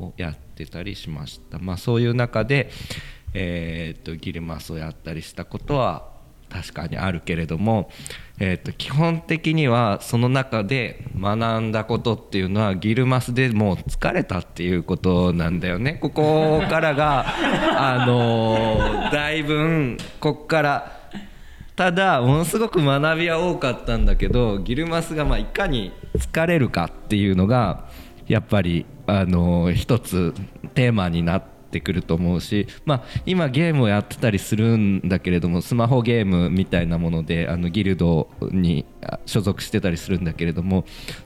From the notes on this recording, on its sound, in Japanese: 博多南駅前ビルの3階にあるシェアオフィス「博多南しごと荘」主催で開催されている、当事者同士の内輪話を覗き込むトークイベント「しごとの寄り合い」から。昨年度、博多南駅前ビルで収録したものです。